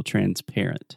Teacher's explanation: the stress is on the middle syllable